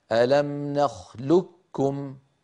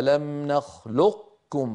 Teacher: فيطبقون على قاف ويجافون المخرج عن كاف · Shown in: second take · Term: صفة الاستعلاء